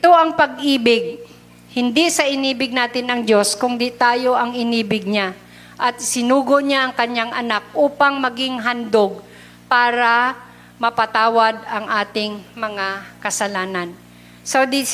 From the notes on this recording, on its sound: Recorded live at The Shepherd Of Faith Family Church on June 26, 2022.